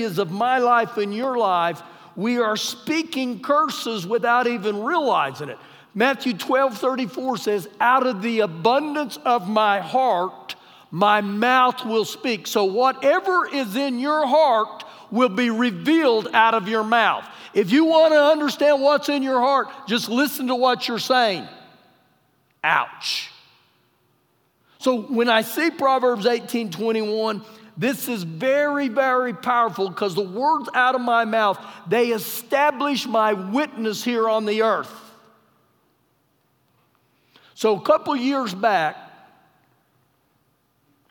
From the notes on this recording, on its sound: Recorded live during our Sunday morning service